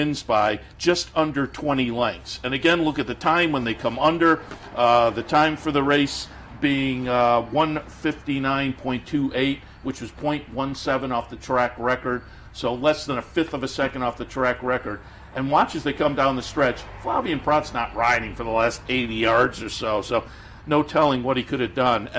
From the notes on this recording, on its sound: Live from Saratoga Race Course